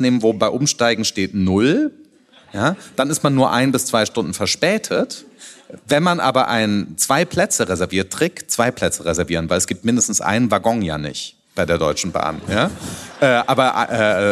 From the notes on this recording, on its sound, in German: Wir haben uns live vor Publikum in München unterhalten.